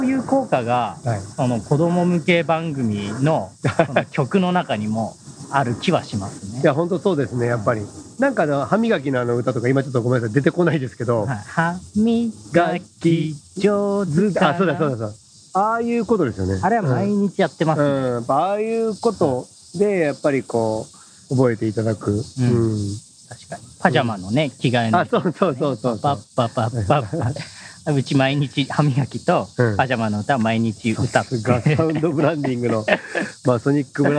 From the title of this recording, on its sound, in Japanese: 屋外収録編